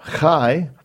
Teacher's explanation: Some people call it guttural, but it's a kind of the scraping sound that's on the back of your tongue. So it's a hard scraping CH sound, or it's a soft scraping KH sound, or our English H sound.